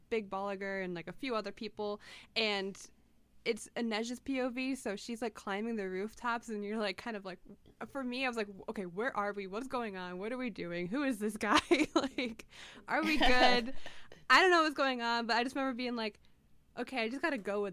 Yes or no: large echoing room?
no